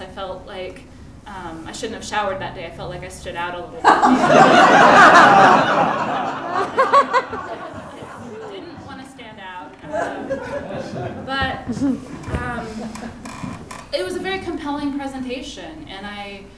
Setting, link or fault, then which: setting, live audience